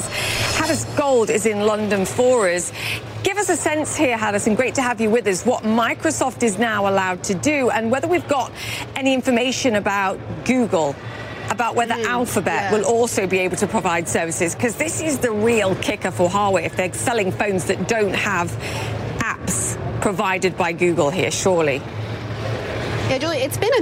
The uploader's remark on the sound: live from the New York Stock Exchange